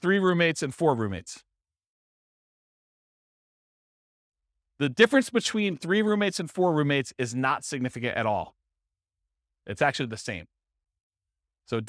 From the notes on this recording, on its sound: This was a live class recorded